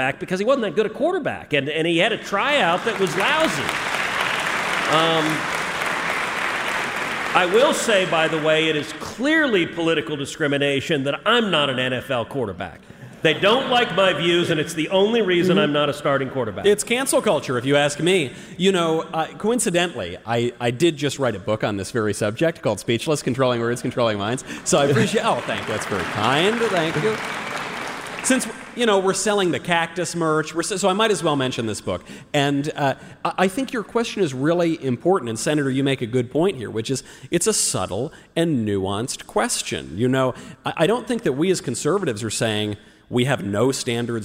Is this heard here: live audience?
yes